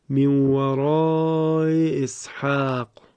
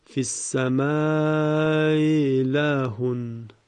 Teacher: حالا با تسهیل همزه اول به این صورت می شود، من وراء اسحاق. ببینید همزه مکسور وقتی تسهیل میشه در واقع بین همزه و یا تلفظ میشه